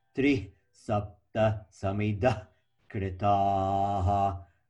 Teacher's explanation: So when you have the H with the dot underneath it, which we call Visarga, when you have Visarga in the middle of a line, we should make some, we should eject. Visarga means ejecting, or like stutter ejection. We should eject some aspiration.